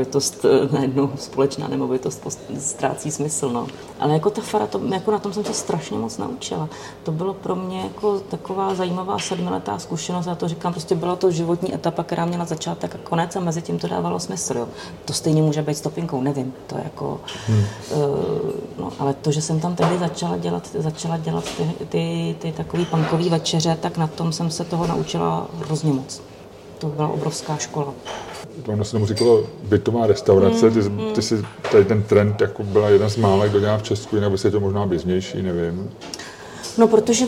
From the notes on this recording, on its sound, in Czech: Za hodinu a půl se v Topince v líném pátečním odpoledni vystřídalo šest hostů, všichni na balkóně. Omluvte cinkání nádobí z kuchyně, zvuky kávovaru či občas slyšitelný tlumený hovor v pozadí. Je to autentická zvuková kulisa.